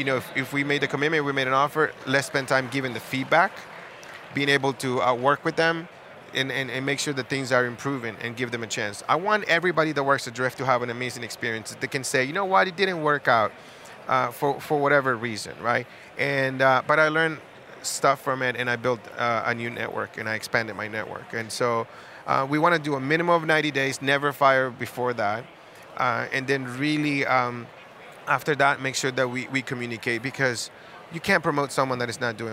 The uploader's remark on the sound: Live from SaaStock19